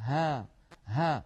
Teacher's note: والهاء حرف قابل للمط والتطويل فهو حرف رخو، والهاء حرف مرقق فلا تفخم العرب الهاء أبدا، لا نقول ها بل نقول ها ها بأي حركة تحركت الهاء، كما أن الهاء حرف منفتح لا إطباق فيه ولا ينحصر صوته بين طرف اللسان وأقصاه مع سقف الحلق أو مع قبة الحنك.